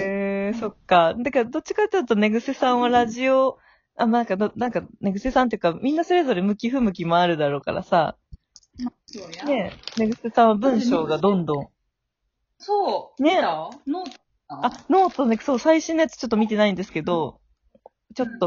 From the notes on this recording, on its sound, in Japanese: 今回はリモート収録ですよん